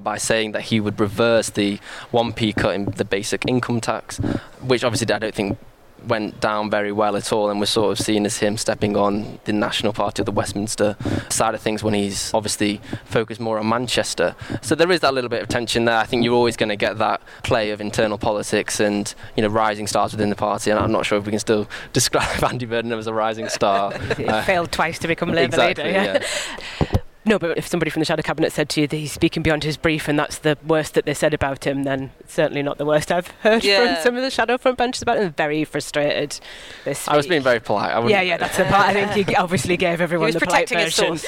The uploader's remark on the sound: Report from the Labour Party conference in Liverpool.